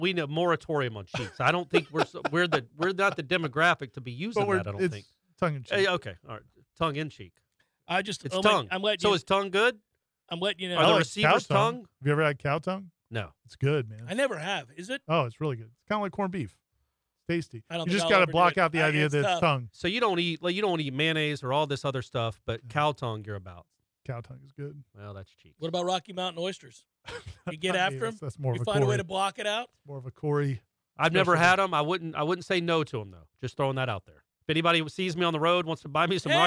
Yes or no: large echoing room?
no